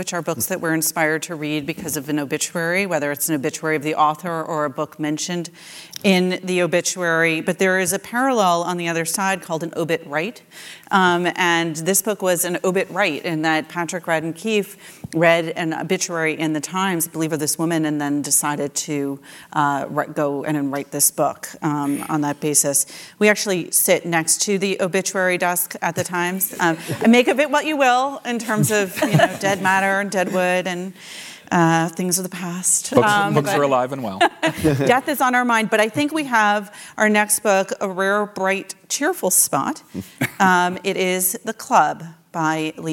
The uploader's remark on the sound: taped live